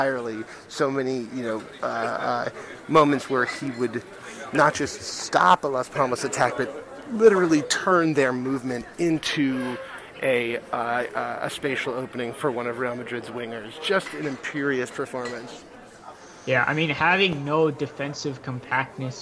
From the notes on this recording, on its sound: Recording from a pub at JFK airport (of course).